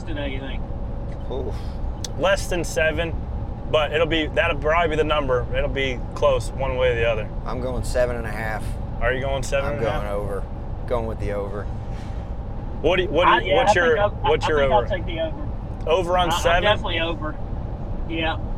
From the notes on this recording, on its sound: chat on the drive to Darlington Raceway